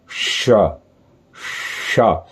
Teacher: षटकोण वाला श श तो जीभ मुड़ गई अंदर की तरफ